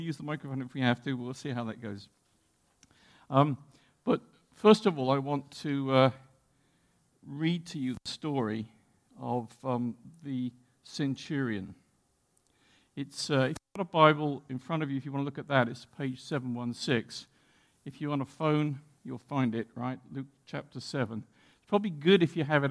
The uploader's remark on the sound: (Several interactions with the audience are difficult to hear)